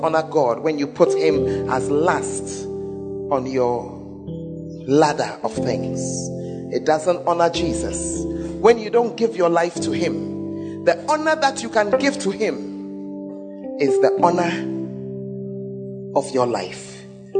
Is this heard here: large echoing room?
yes